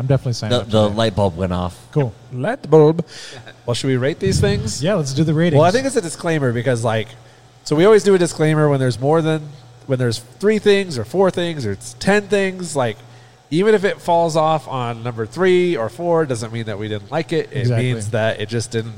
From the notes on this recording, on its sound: Owners of Welcome Home Brewery in Parker Colorado, on location.